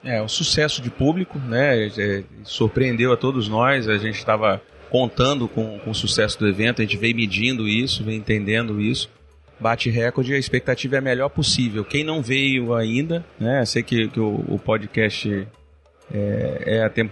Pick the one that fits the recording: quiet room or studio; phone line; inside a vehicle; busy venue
busy venue